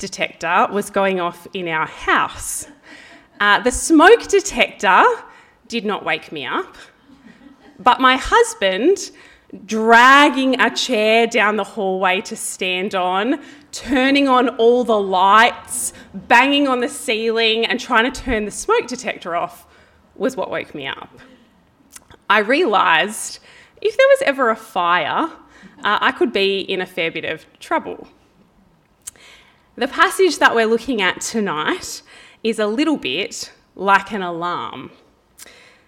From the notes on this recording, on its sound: This talk was preached on 19/09/23 at Helensburgh and Stanwell Park Anglican Church.